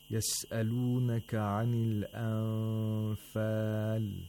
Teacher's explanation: we have to make sure that the Nun Sakina is not pronounced from its own place of articulation · Term: Ikhfa of Nun Sakina